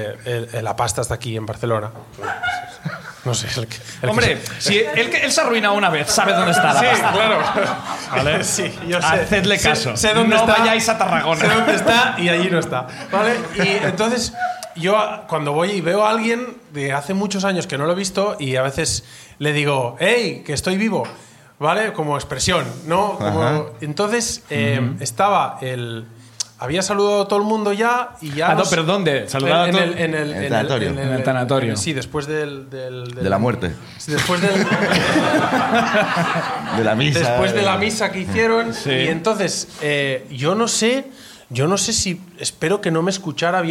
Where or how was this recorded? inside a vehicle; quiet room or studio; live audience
live audience